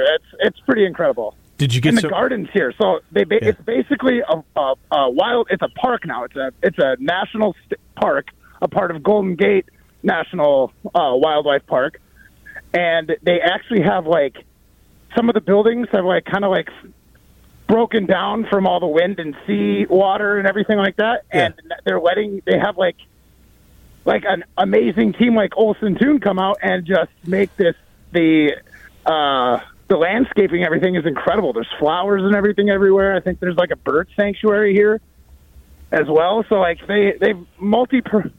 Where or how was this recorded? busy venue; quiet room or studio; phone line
phone line